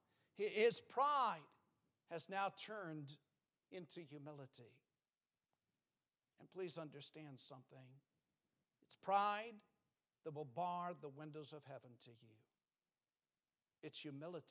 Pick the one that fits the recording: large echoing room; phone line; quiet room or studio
large echoing room